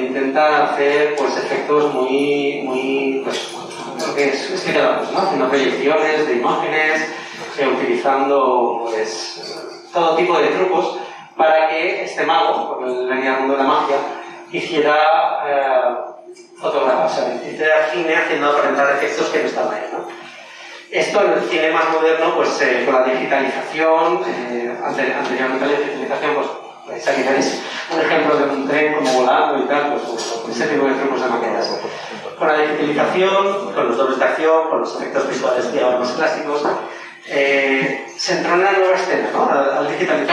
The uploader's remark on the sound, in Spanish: Hemos tenido problemas con la grabación del sonido de micrófono, así que os pedimos disculpas por adelantado por la calidad del audio.